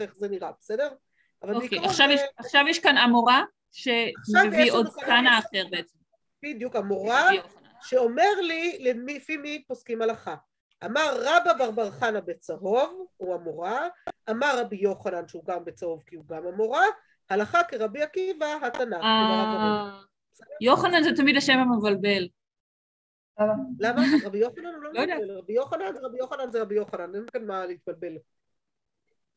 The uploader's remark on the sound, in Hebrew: השיעור הועבר והוקלט בזום.